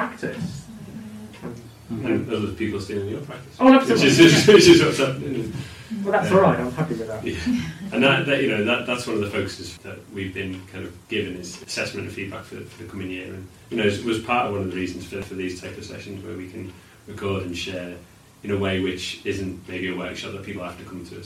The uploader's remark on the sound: We're aware the audio isn't ideal